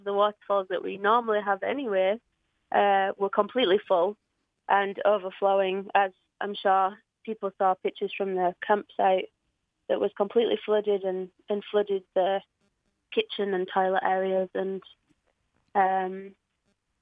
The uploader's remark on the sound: on the telephone from the Westfjords